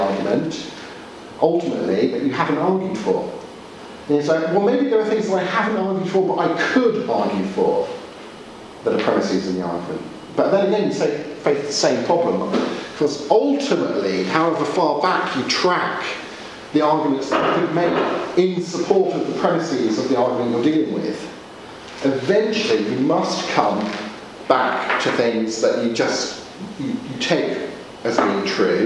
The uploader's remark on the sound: Audio from teaching delivered at Gimlekollen College, Norway